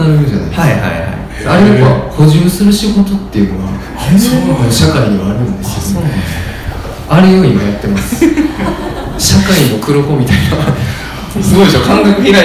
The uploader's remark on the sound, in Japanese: トークイベント（恵文社一乗寺店）の音声